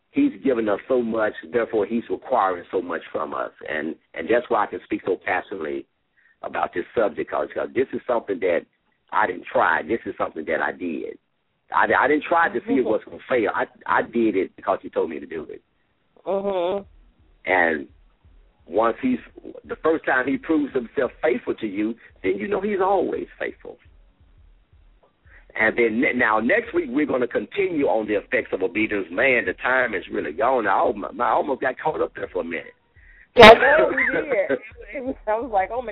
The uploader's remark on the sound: LML uses a progressive live call in format.